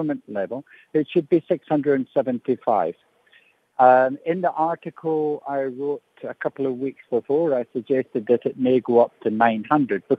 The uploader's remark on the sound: Guest on the line.